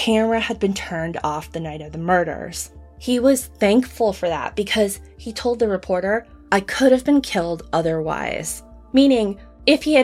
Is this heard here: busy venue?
no